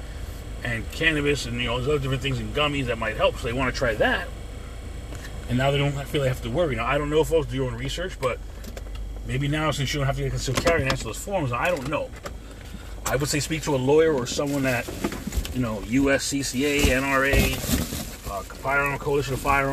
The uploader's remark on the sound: In this CarCast